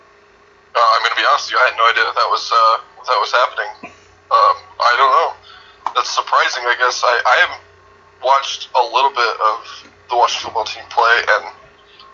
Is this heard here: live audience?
no